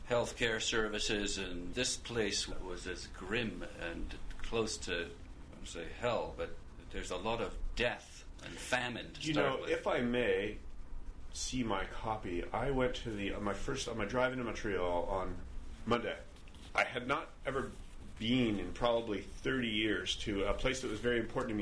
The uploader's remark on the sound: We talk here, at the Blue Metropolis Montreal International Literary Festival